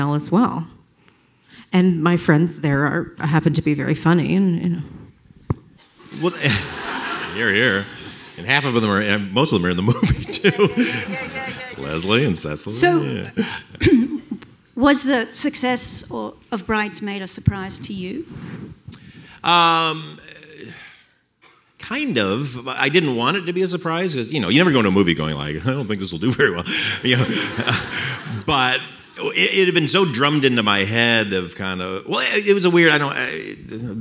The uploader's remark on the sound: At the Athena Film Festival. Presented here are some highlights from the live Q&A that took place on the Athena Film Festival's live feed.